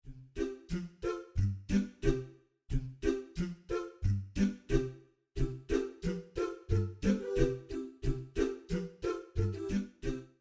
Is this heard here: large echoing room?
no